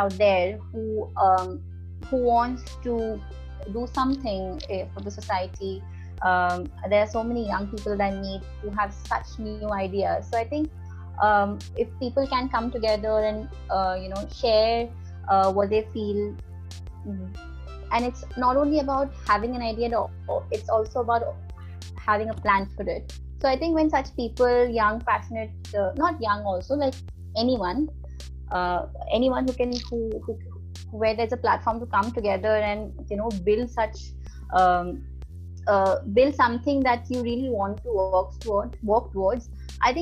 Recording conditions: video call